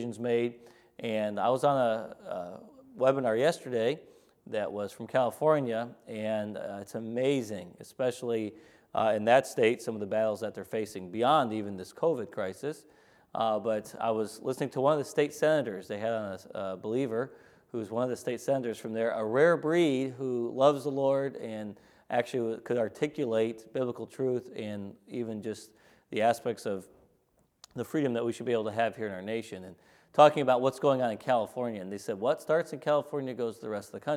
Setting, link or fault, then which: setting, large echoing room